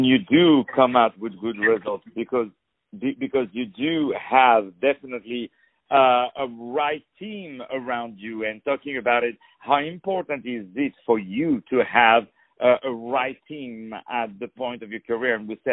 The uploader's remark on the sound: On the phone